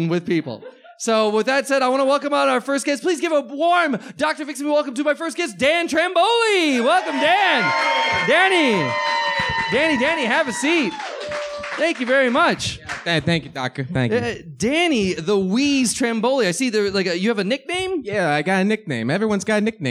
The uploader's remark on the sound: Live from Bughouse Theater in Chicago, IL